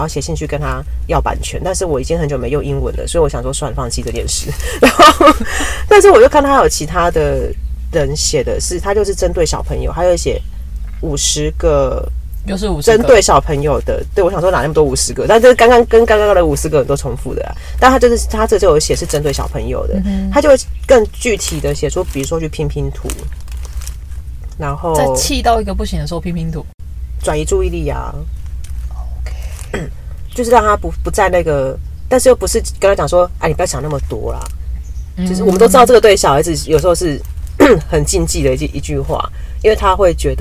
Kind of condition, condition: setting, inside a vehicle